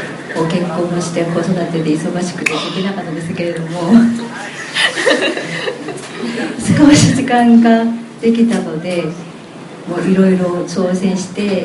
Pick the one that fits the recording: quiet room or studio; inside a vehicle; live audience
live audience